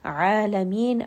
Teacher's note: عَين going to be from the middle of the throat. Again, you are going to feel just a little bit of that constriction as you say this letter. And this is going to be a two-count med.